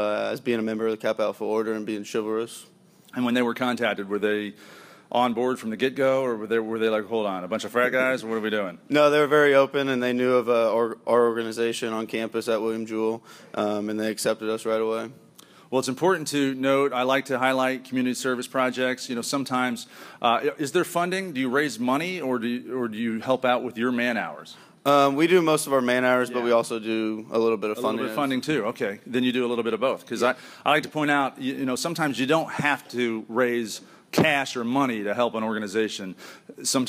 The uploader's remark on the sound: Live from Memphis. We begin in front of a live studio audience at the University of Memphis.